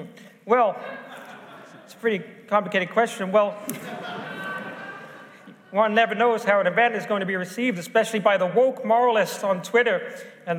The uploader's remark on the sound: Live from the Emmanuel Centre in London! The event was sold out, and the feedback was amazing. Massive thanks to everyone who came along.